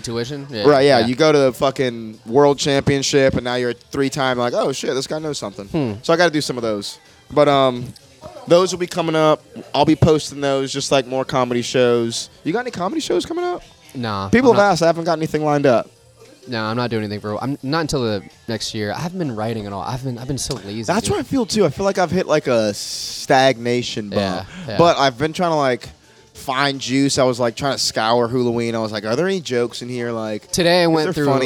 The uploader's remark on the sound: Banter before the Shantytown Pub Open Mic